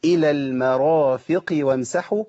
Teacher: ناخد بالنا القاف انزل بها الى ادنى مراتب التفخيم